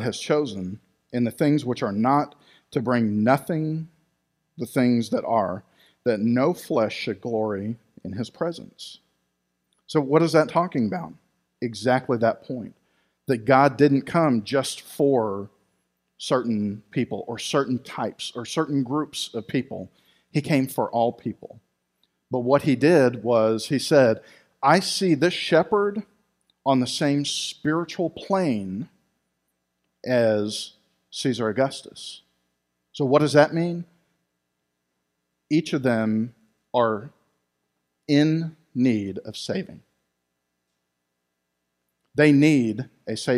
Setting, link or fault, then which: setting, large echoing room